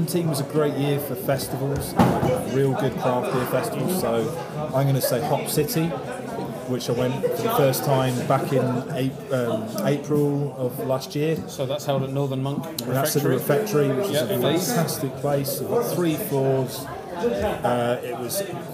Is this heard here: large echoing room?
no